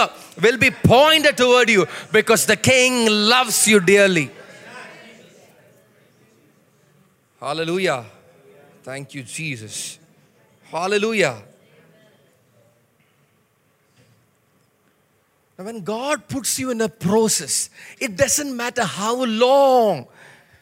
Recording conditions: large echoing room